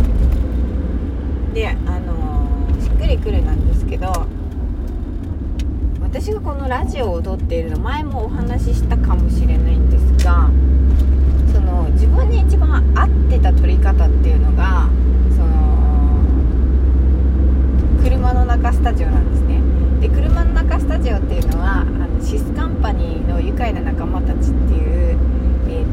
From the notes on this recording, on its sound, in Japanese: 最後の効果音がちょっと大きくなっちゃいました。いちばんしっくりくる録り方がこれでした。車の中スタジオ。